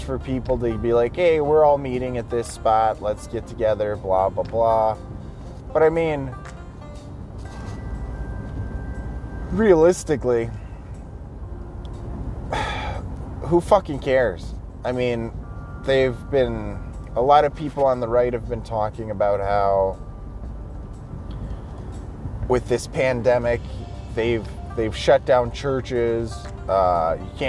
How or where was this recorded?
inside a vehicle